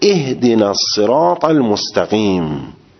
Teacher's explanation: اینجا شما الف اهدنا رو حذف کردی، الف الصراط رو هم همزه وصل اونم حذف کردی